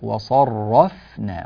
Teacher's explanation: الصاد مفخمة نعم، الراء مفخمة نعم، لكن الفاء لا، الفاء دائما مرققة · Term: ترقيق الفاء